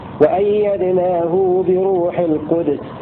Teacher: أي قرأ ابن كثير بإسكان دال كلمة القدس. وأيدناه بروح القدس، القدس مع القلقلة.